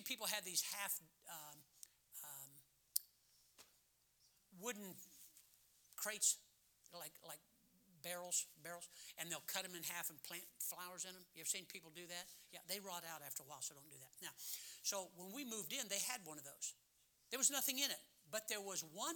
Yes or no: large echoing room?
yes